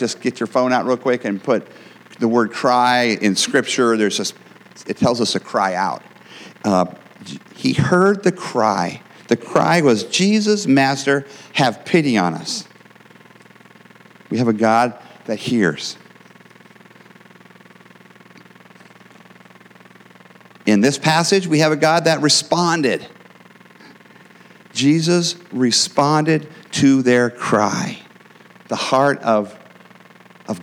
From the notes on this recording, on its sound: the gospel preached at our church on Sunday